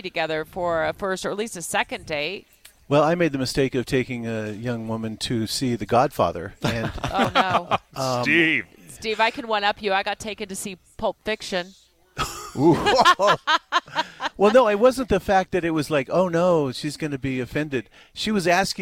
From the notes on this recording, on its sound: broadcasting live from ARUP Blood Services in Sandy